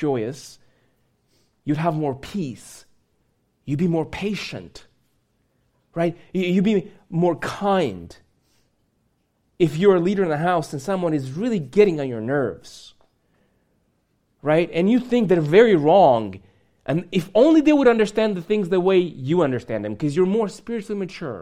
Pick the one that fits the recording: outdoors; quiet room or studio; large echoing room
large echoing room